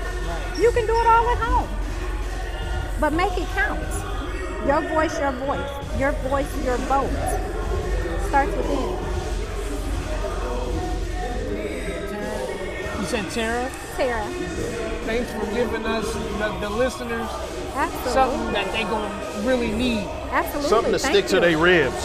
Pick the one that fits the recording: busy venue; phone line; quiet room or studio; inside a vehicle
busy venue